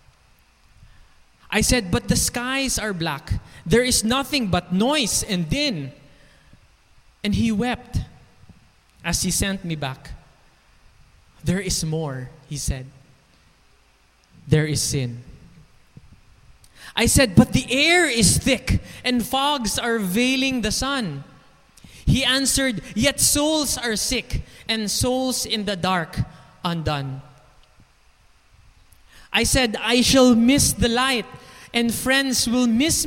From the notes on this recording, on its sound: This podcast was recorded last May 9, 2021 | 9:45 AM at Ebenezer Community Alliance Church.